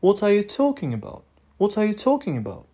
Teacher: И are you about, вот эти слова сокращаются максимально и произносятся а, с минимальным тоном. Вот. А слово what произносится обычным тоном, то есть ниже, чем в talking, да, но чуть-чуть выше, чем редуцированные, сокращенные слова are you about.